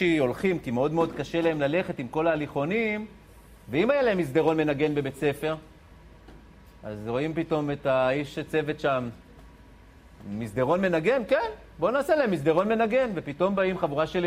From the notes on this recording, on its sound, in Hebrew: באירוע לייב. הפרק הוקלט במסגרת אירועי "ערב שכולו חינוך" במועצה אזורית דרום השרון.